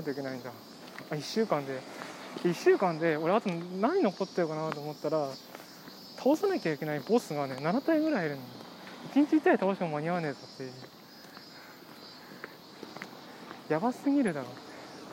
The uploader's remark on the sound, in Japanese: 通勤時，バスを降りてから職場まで歩く時間に，iPad mini 4のボイスメモを回してみる。